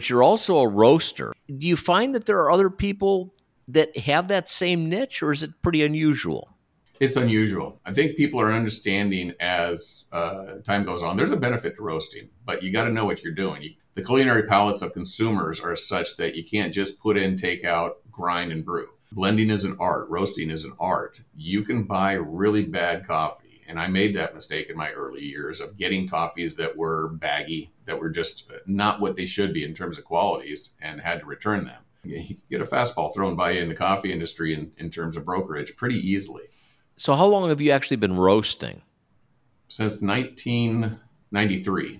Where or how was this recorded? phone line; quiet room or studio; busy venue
quiet room or studio